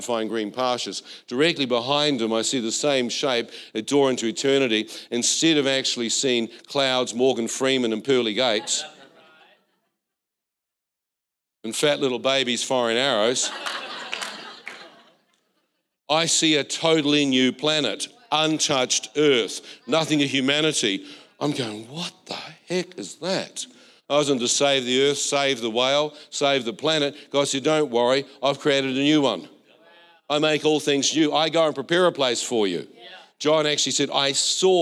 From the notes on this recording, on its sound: This was recorded in our Melbourne East service